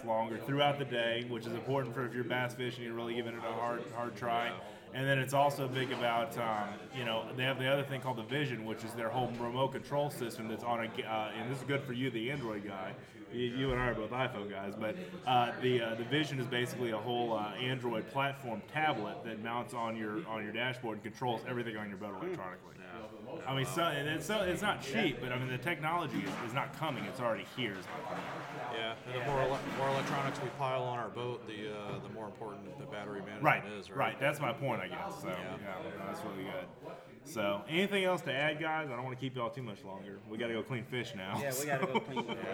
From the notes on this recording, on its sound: Live stream episode on location at a Cross Water Outfitters fishing ministry event.